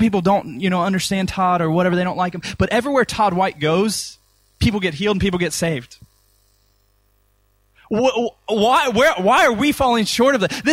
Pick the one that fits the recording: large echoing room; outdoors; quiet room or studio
large echoing room